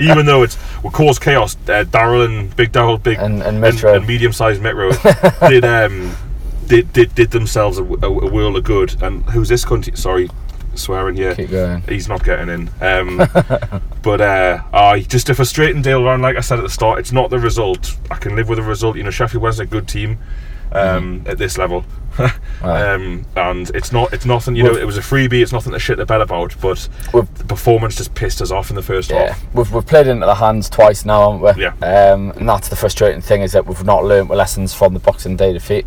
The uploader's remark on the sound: join you from a car park outside of Hillsborough